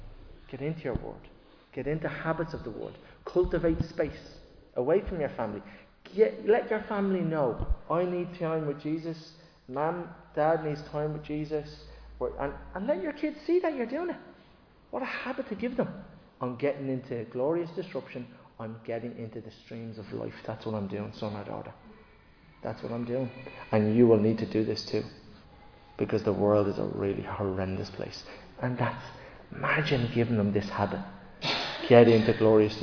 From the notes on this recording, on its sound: Recorded live in Liberty Church on 11 June 2023